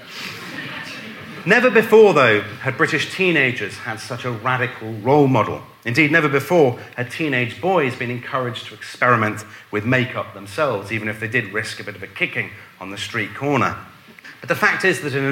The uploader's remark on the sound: a lecture delivered at our History Weekend festival